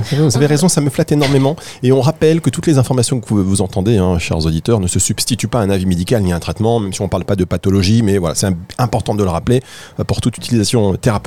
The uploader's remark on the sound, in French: Emission spéciale en direct de Aroma Zone